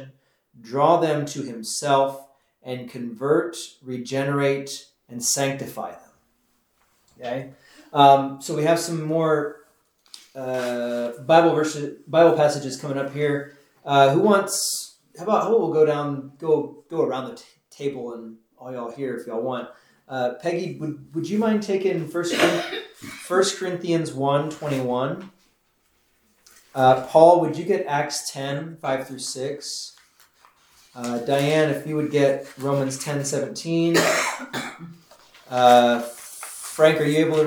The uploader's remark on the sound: This is the audio from the 10am class we hold on Wednesdays.